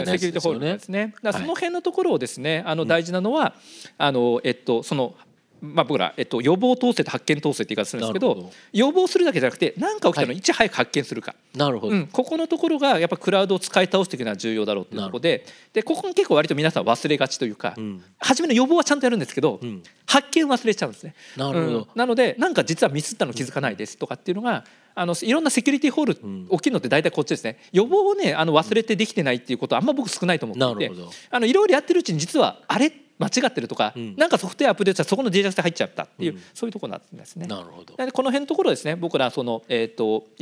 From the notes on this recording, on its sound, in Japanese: 2022年11月26日、東京・梅田で行われた「ラジオNIKKEI 相場の福の神 注目企業ＩＲセミナー」からＢｅｅＸ（4270・東証グロース）のＩＲプレゼンをお聴きください